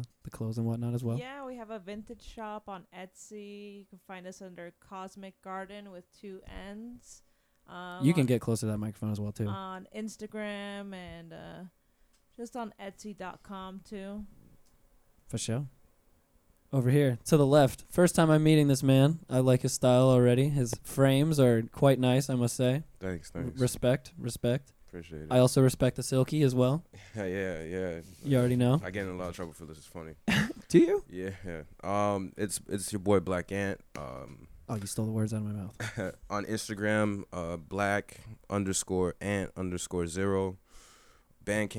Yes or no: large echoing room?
no